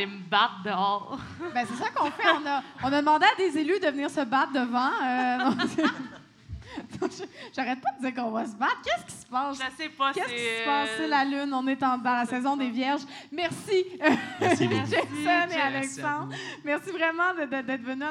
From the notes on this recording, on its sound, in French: Enregistré devant public, le dimanche de 17h à 19h, à La Cale Pub Zéro Déchet au 6839 rue St-Hubert à Montréal.